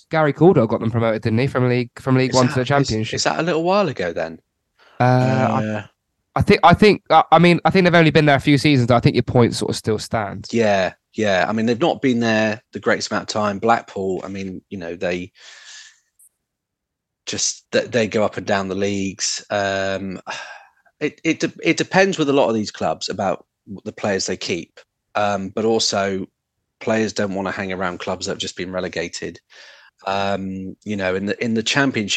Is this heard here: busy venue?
no